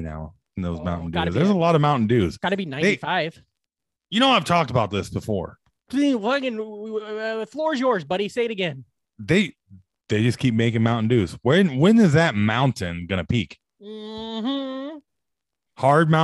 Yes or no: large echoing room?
no